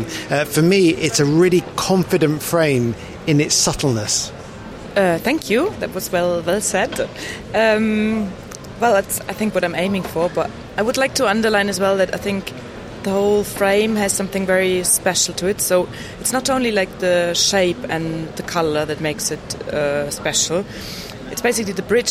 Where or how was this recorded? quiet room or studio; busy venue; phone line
busy venue